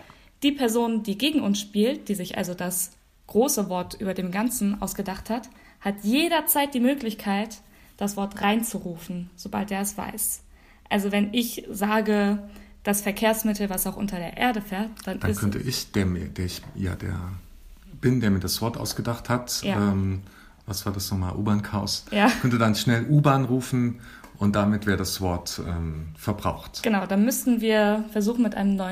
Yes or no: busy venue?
no